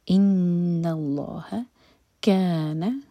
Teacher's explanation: اللہ تعالیٰ کے نام میں جو لام ہے یہ منہ بھر کر پڑھا جائے گا، کیونکہ اللہ تعالیٰ کے نام سے پہلے جو ورڈ ہے اس کے لاسٹ لیٹر پر فتحہ ہے.